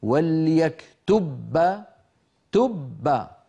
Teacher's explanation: طب أليس من الأسهل أن أذهب إلى مخرج الباء مرة واحدة فأقول وليكتب تب، فأطبق شفتي على باء ساكنة من غير قلقلة وأجافيهما وأباعدهما عن باء متحركة